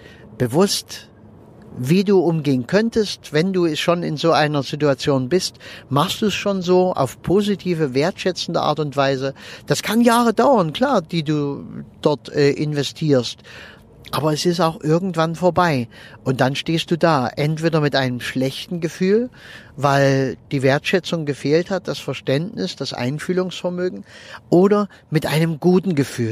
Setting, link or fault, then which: setting, inside a vehicle